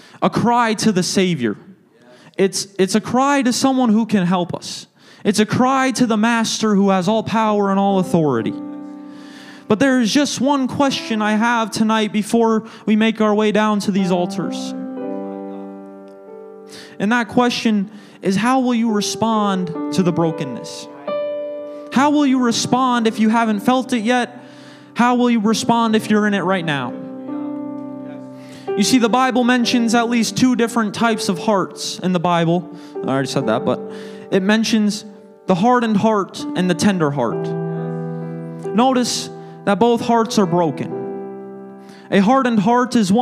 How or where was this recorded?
large echoing room